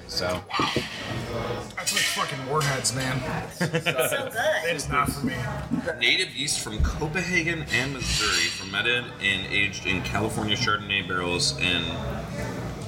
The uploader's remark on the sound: decided to stop and enjoy Lewiston, NY to hang out at Brickyard Brewing Company!